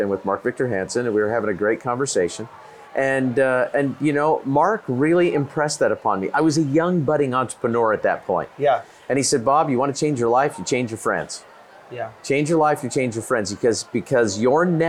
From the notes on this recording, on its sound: This time we recorded our episode from the balcony